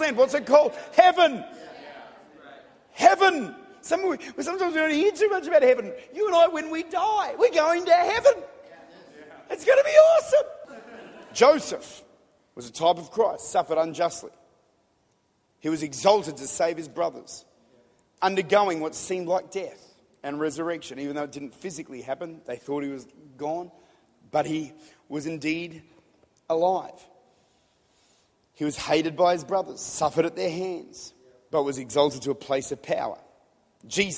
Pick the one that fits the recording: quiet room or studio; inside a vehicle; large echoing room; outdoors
large echoing room